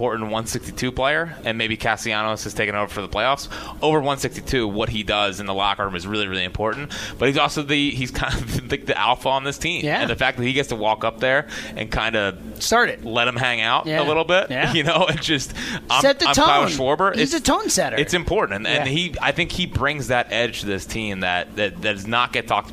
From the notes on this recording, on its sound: live from Citizens Bank Park